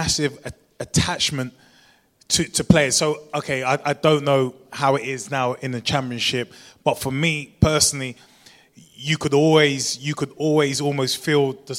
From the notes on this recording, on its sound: LIVE at the Beesotted Pride Of West London Social. Special guests at the Beesotted Xmas Bees up at Fullers Brewery in Chiswick - recorded in front of a live audience.